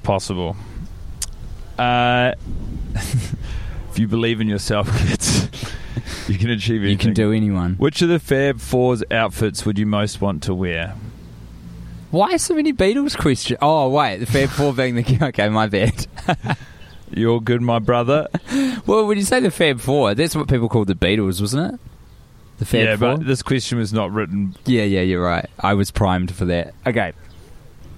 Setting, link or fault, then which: setting, outdoors